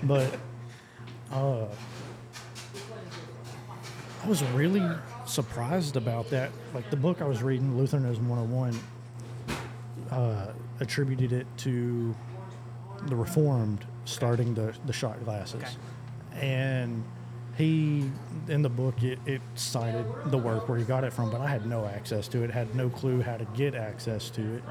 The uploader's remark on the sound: We recorded an unscripted, natural conversation in a local coffee house.